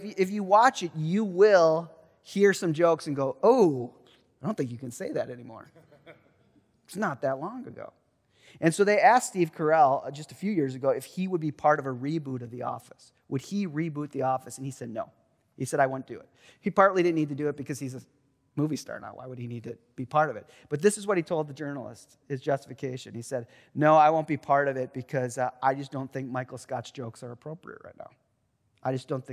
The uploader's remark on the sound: Truett Chapel-- 2023 Willson-Addis Lecture